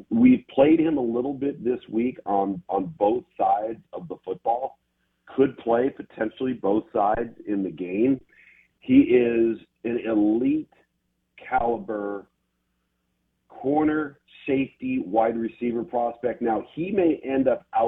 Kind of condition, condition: link, phone line